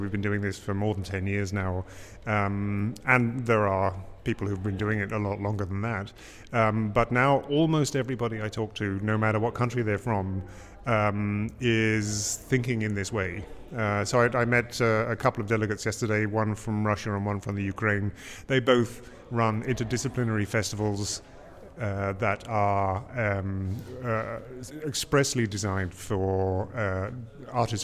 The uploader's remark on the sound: at the 2019 Huddersfield Contemporary Music Festival